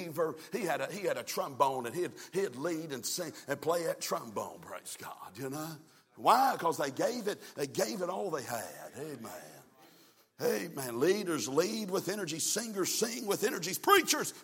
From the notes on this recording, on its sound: from the pulpit of Calvary Baptist Church